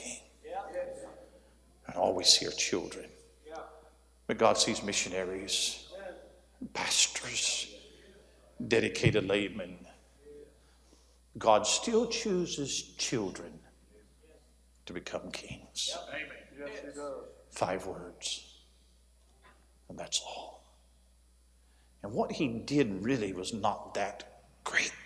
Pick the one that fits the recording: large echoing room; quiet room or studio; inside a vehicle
large echoing room